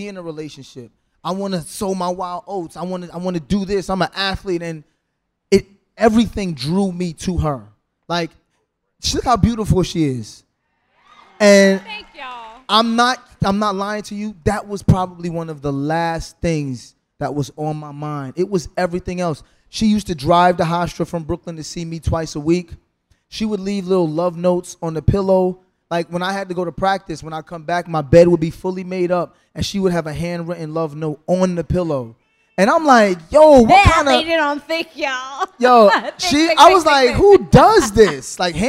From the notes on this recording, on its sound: Live from DC! Live at the Howard Theatre in DC.